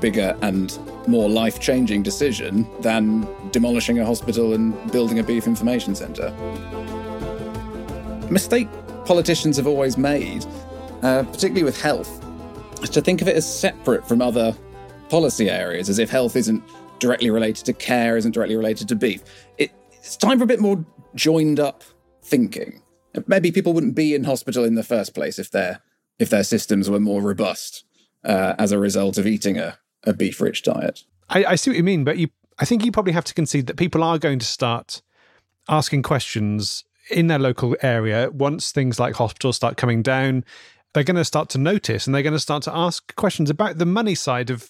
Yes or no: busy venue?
no